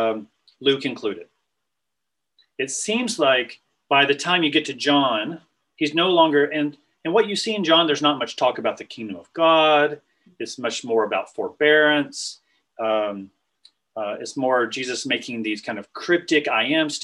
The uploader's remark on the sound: This was recorded on Zoom